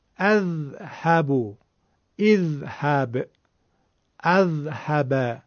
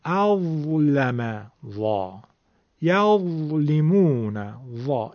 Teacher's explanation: هر چقدر حرف ذال نازکه، حرف ضا تفخیم و درشتی داره · Term: ذال مفخمه